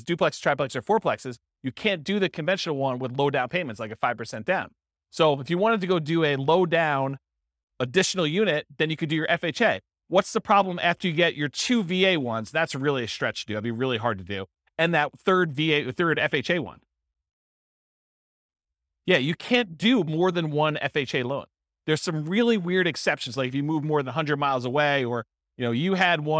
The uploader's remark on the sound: This was a live class recorded